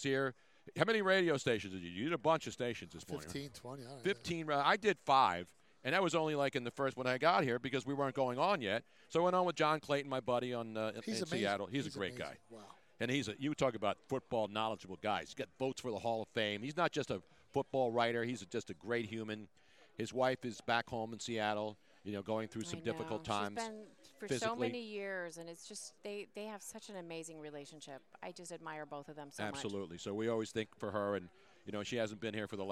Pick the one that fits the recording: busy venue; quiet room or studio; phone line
busy venue